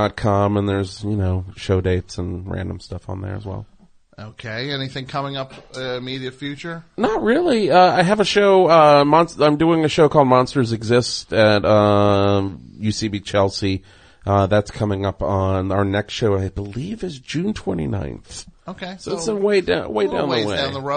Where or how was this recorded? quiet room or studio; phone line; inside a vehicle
phone line